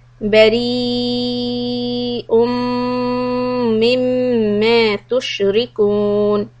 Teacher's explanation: So in بريء the mud is within the word, so it's mud متصل and we are going to hold it 4 حركات.